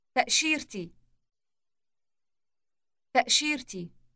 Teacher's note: Note the T sound inserted before the possessive E ending.